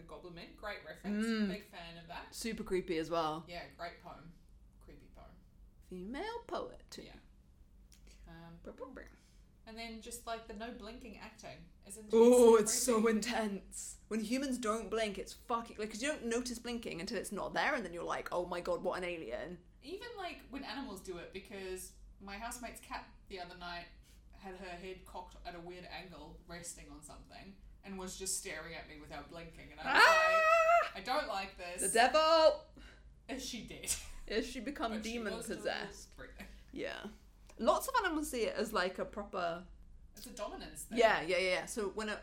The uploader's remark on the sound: Apologies the sound is a bit dodgy on this one, but hang in there! We acknowledge Māori as tangata whenua of Aotearoa New Zealand, where we record.